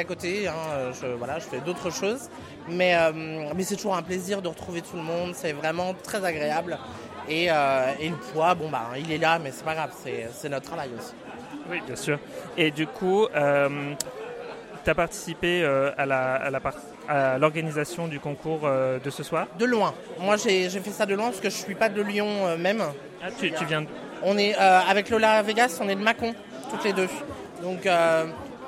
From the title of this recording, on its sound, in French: En direct du concours Drag France 2024 !